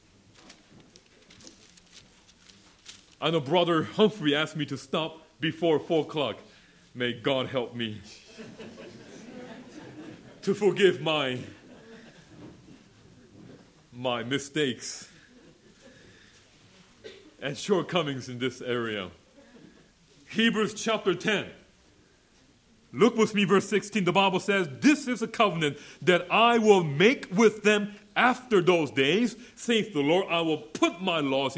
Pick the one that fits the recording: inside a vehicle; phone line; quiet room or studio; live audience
live audience